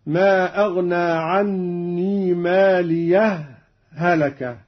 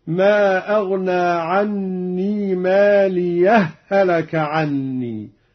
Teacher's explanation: لجميع القراء السكت بين الهاءين أو الإدغام، هكذا ما أغنى عني مالية، هلك، هذا هو السكت، ما أغنى عني مالية، هلك عني، وهذا هو الإدغام.